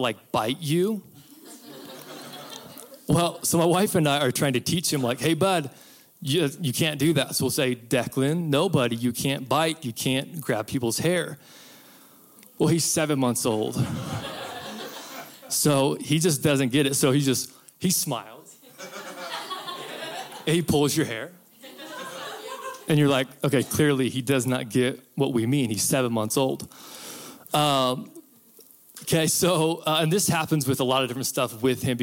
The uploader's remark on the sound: CYA WINTER CAMP 2022. Recorded Live at Faith Heights, Donelly Idaho.